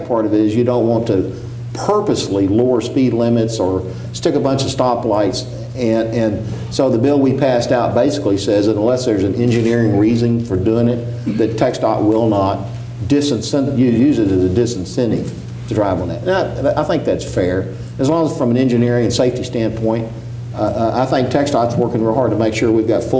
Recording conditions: live audience